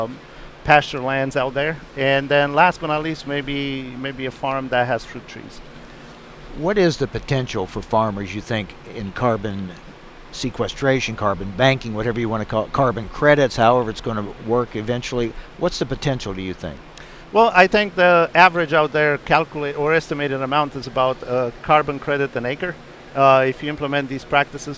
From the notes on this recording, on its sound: Live from Farm Progress Show.